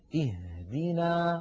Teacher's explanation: تخرج هذه الهاء من أقصى الحلق وليس من الصدر وليس من القصبة الهوائية كما يفعل بعض الناس. · Term: حرف الهاء